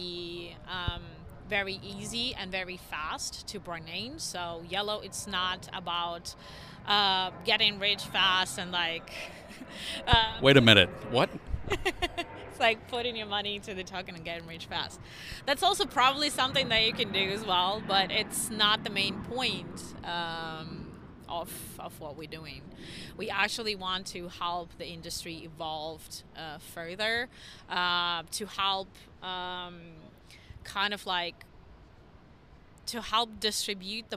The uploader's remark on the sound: Live from Consensus 2023!